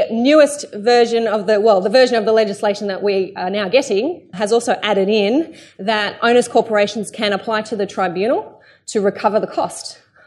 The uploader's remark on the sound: Here is part 2 of my presentation delivered to a sold-out audience of 160+ strata owners.